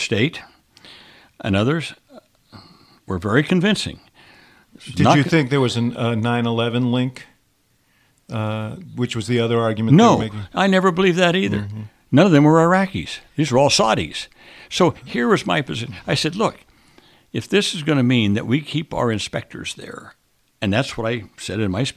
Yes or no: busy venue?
no